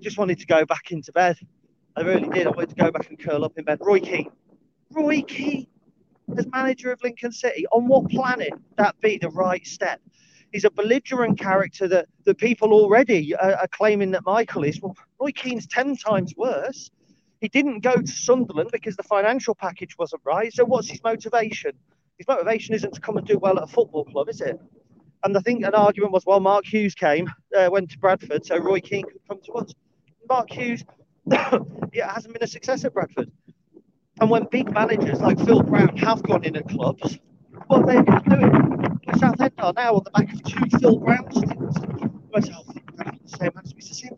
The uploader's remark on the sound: A dog walk video, shifted to audio. Guest appearance by a C130.